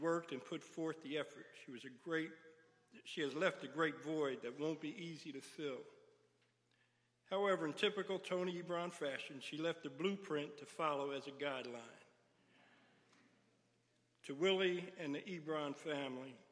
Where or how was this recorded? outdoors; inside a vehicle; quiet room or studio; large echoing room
large echoing room